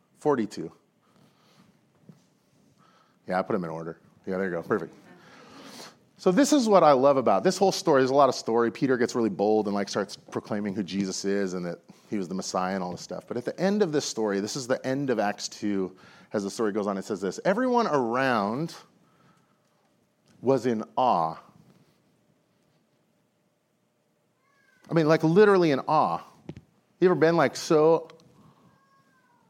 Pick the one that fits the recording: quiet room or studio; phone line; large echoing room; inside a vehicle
large echoing room